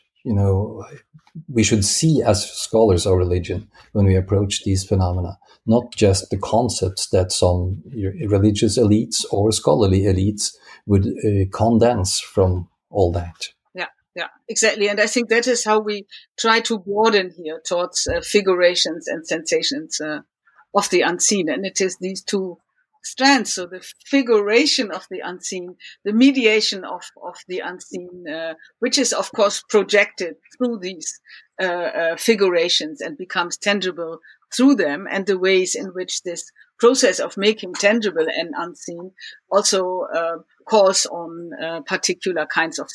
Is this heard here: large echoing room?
no